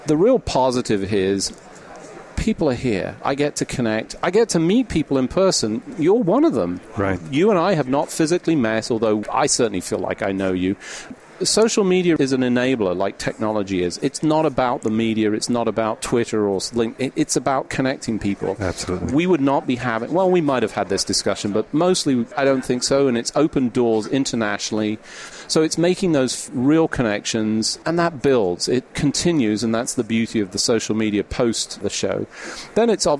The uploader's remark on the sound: The episodes were broadcast live in Experian Health’s booth (#3503) at the The HIMSS17 Annual Conference and Exhibition. The episodes were broadcast live in Experian Health’s booth (#3503) at the The HIMSS17 Annual Conference and Exhibition.